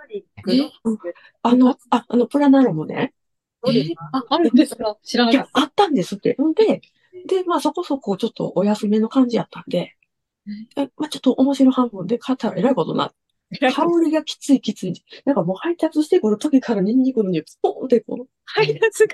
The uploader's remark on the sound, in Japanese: 毎月１回、ZOOMで集まってお話ししています。